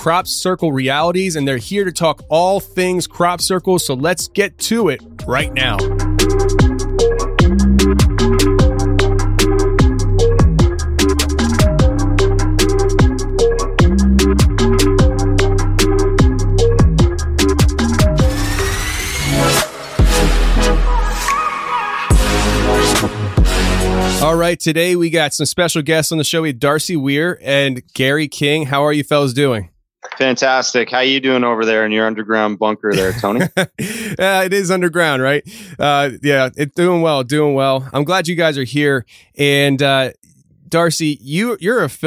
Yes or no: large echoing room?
no